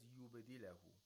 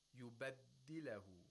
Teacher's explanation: with qalqala of the ba, with sukun on the ba · Shown in: first take